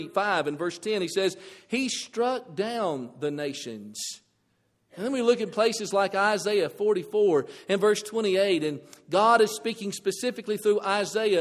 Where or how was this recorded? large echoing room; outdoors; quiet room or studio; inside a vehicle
large echoing room